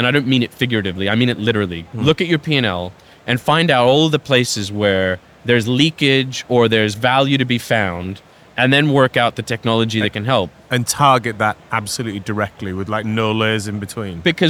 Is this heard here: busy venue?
yes